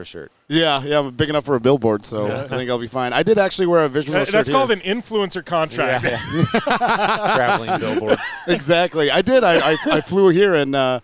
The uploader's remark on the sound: Live at Fall Crandon races.